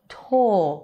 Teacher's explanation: So you round your lips, drop your jaw, and the back of the tongue rises up. Tall. And only then you start to close your jaw and lift the tongue up for the R. · Term: diphthong